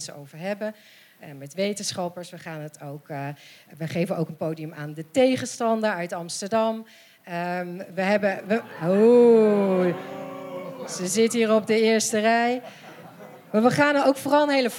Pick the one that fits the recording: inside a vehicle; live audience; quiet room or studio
live audience